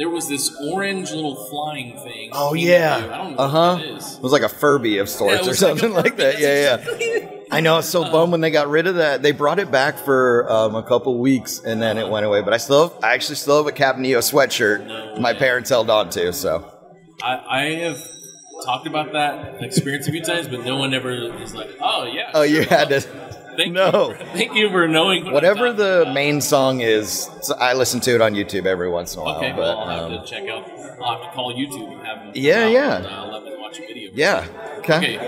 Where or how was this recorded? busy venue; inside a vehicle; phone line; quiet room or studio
busy venue